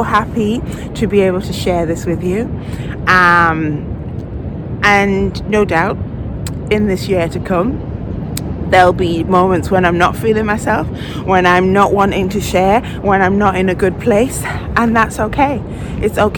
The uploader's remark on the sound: while walking the North-East coast and taking you along with her